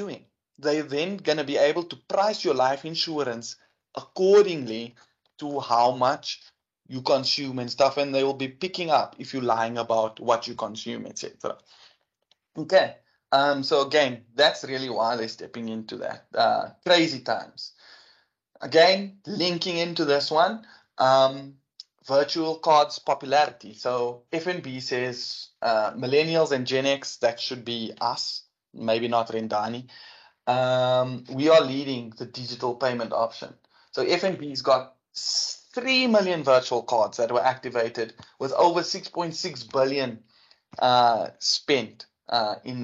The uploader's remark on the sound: Business Acumen Webinar.